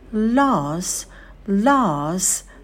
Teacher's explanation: На звуке «л» сидим подольше, вытягиваем его, потом долгий «а».